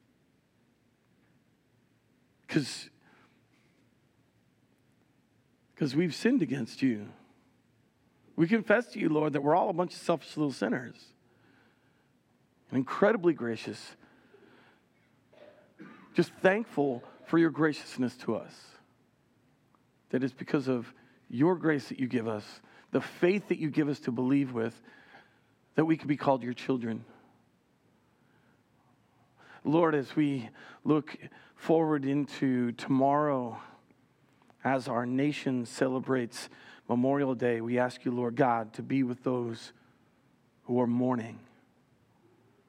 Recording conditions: large echoing room